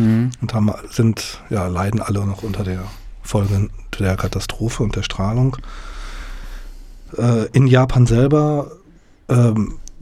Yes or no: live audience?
no